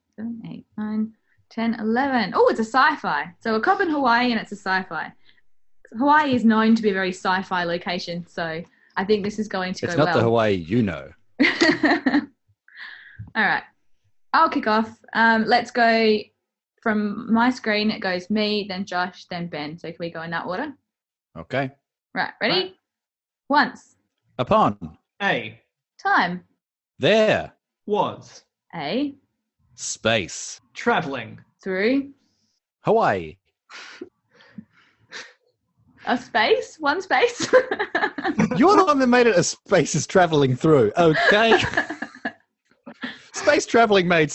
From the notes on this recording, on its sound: In the Spaceship Basement. Even through turmultuous Australian internet, and a zoom link that barely linked.